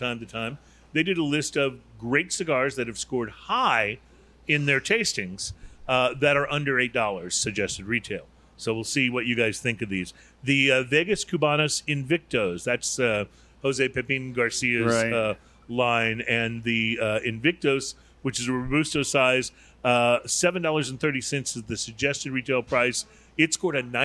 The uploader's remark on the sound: On Location At Cigar Towne!